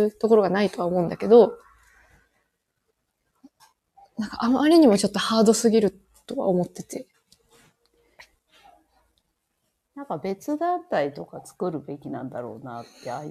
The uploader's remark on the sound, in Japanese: 収録なので、リアルタイム情報ではないです。子どもの声が入っています。コラボ収録。Stand.fm。